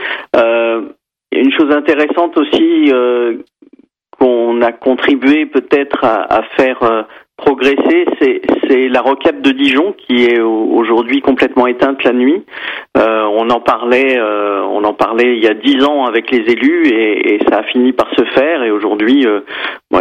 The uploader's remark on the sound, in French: par téléphone